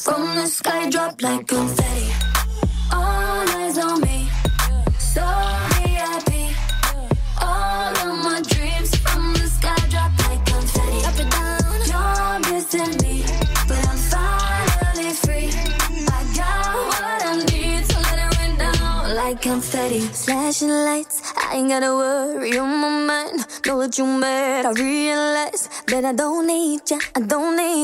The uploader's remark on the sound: Live from OC Davies Roundabout Garage, Neyland